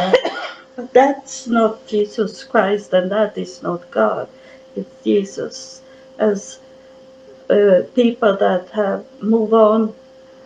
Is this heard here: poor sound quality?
yes